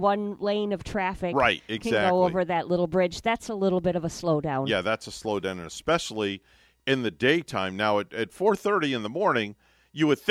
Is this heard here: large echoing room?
no